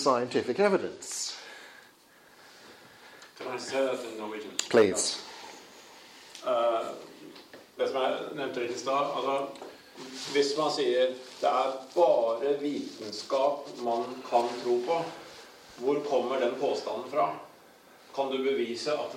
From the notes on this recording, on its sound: Session delivered November 21st 2016 at The Highbury Centre in London for Norwegian Folk School Students.